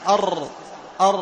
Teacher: التكرار؟ ارتعاد رأس اللسان، أر أر، هذا التكرار، أر أر، ارتعاد رأس اللسان.